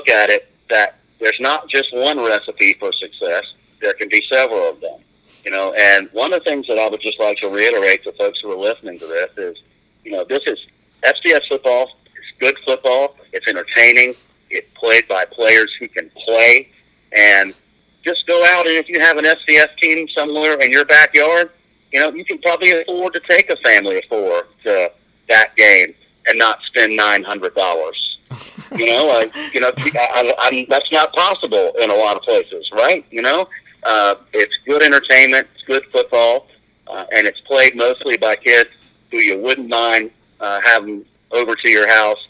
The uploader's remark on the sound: hopped on the phone